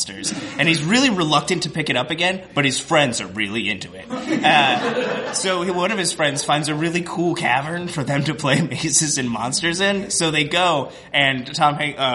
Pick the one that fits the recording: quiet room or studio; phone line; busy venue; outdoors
busy venue